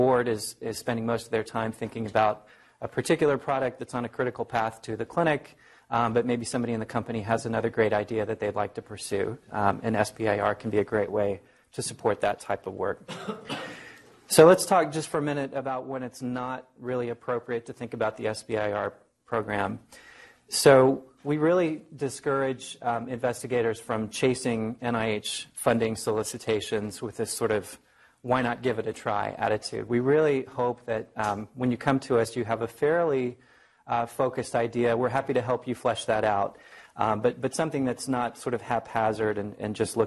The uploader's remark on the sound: Norris Cotton Cancer Center Grand Rounds presented on August 28, 2018